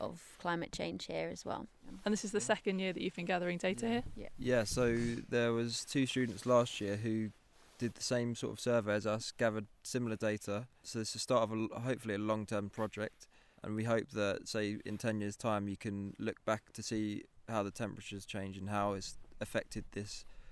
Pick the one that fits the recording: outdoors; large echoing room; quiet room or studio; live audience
outdoors